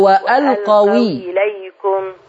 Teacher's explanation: هشيل الهمزة واخد الكسرة بتاعت الهمزة حطها على الواو فتبقى الواو مكسورة · Term: نقل